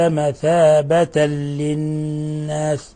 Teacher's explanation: مثابة للناس، ونلاحظ للناس أن النون مشددة فهي حرف غنة مشدد